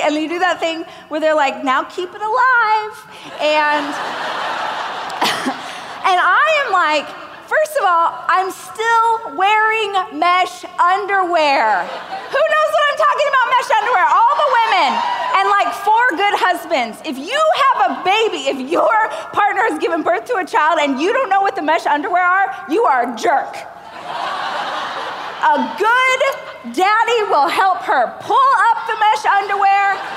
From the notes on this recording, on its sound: a keynote speech I gave during the Growth